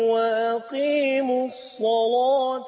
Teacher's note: وهنا الصاد مفتوحه واللام مفتوحه فغلظت اللام لورش · Term: غلظ اللام